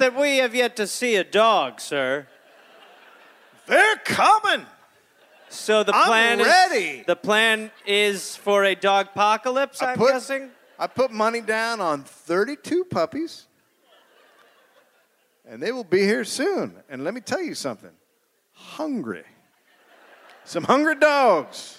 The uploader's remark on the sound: Recorded live in Durham, NC.